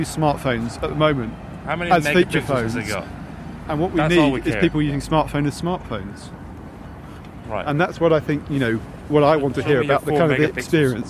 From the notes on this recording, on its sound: Live from Mobile World Congress. Recorded live on the street.